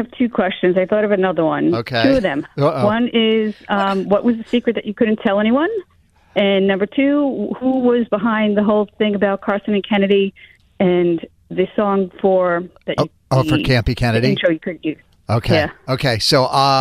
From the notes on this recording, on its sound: Listeners called in to ask us ANYTHING.